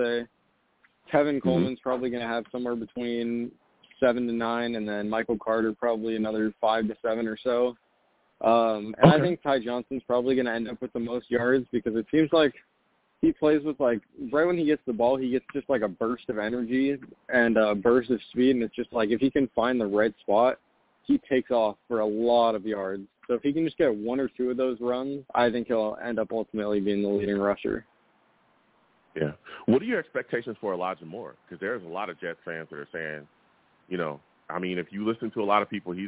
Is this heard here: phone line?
yes